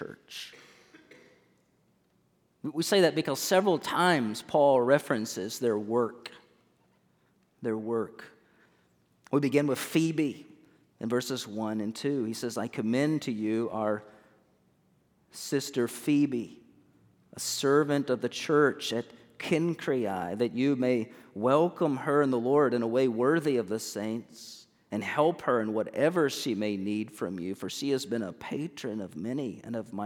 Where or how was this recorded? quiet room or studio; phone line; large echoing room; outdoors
large echoing room